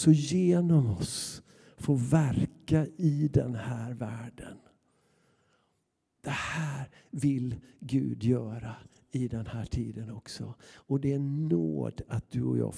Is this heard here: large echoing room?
yes